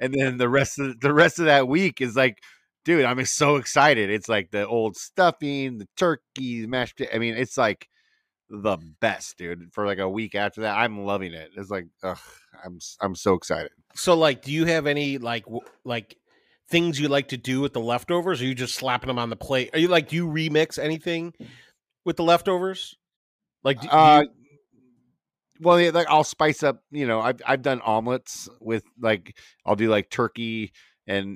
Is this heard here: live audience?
no